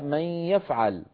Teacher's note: أما هناك بعض الصفات لا تظهر إلا في حالات معينة، إذن هي صفات عرضية، كقولنا النون مدغمة في الياء في قوله تعالى من يفعل